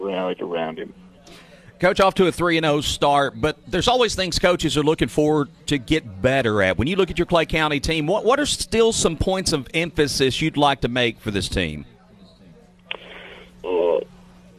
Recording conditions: busy venue